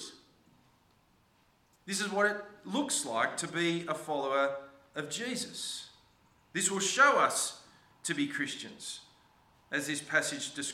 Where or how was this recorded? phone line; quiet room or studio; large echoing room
large echoing room